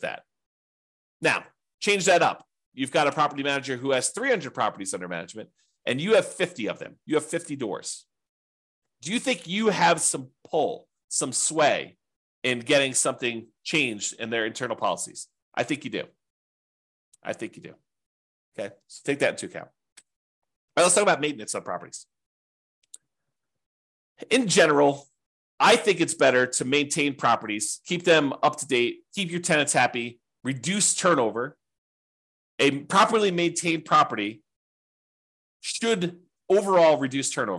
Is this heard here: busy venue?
no